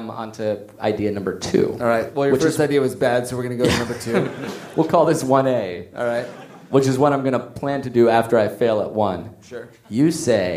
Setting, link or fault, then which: setting, live audience